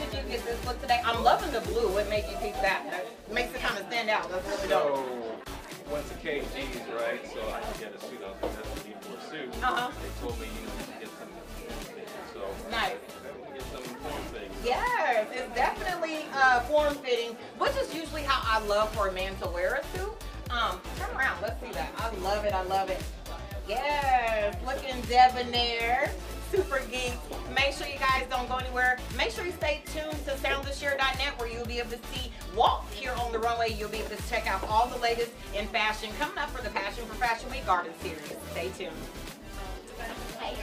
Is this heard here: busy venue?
yes